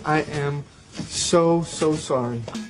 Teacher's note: estoy enfatizando un poco so y haciendo una pausa ahí para enfatizarlo